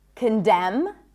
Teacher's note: closing my lips, ending with an M